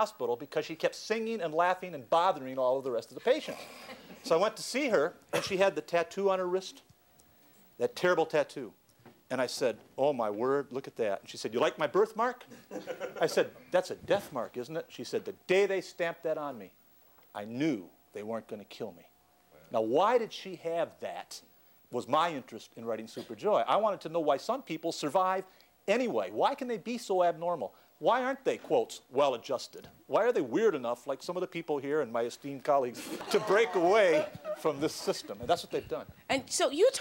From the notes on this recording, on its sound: The experts respond to audience members’ questions